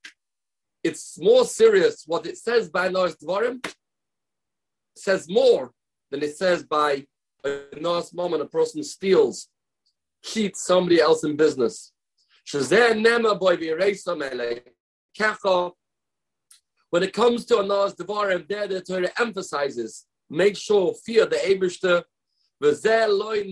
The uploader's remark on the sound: sorry for the distortion